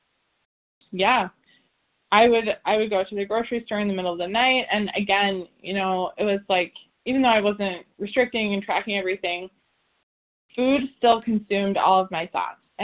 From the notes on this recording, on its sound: the 100 Pounders Phone Meeting on 11/1/20